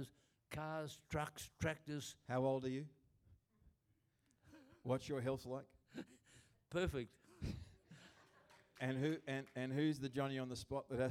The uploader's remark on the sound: Recorded Live at Destiny Church Atherton.